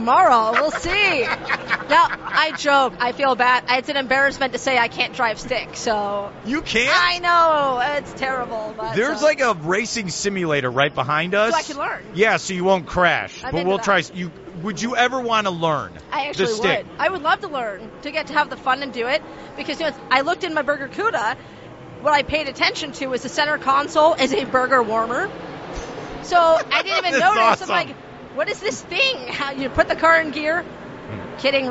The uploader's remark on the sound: joined live at the Daytona International Speedway